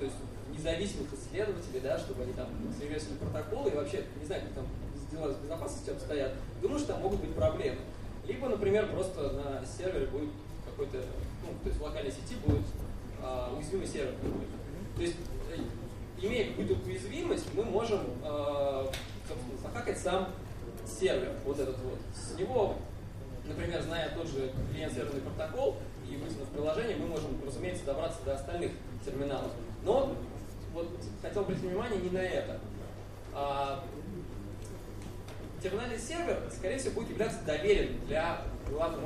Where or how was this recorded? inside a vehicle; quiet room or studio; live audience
live audience